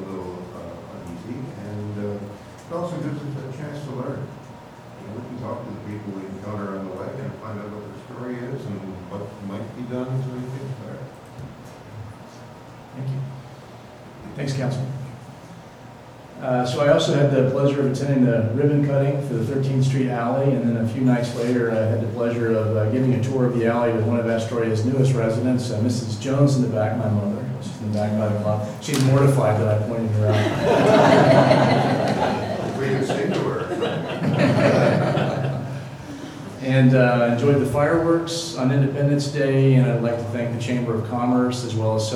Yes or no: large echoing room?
yes